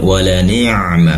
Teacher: pastikan ainnya keluar dari tenggorokan bagian tengah